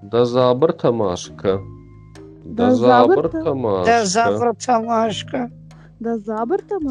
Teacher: После ма делаем такую микропаузу.